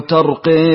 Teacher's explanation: لحمزة بالإمالة الكبرى. ويقرأ تنزل بالتشديد ويشبع المد